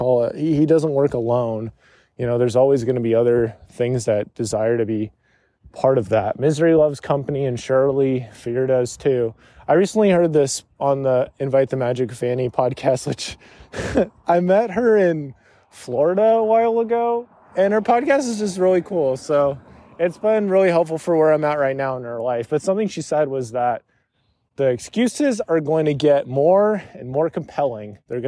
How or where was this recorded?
outdoors